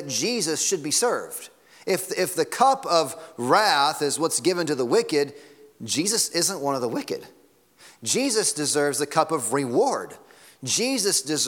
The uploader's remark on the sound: Sunday Morning Sermon Audio.